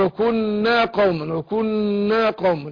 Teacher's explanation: غنة للنون المشددة بس ما مدش الألف، ما قلتش وكنا قوما، مفيش سبب للمد.